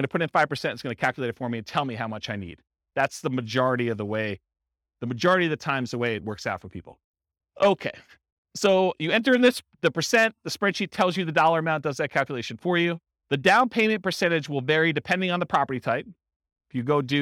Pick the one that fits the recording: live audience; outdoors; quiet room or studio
live audience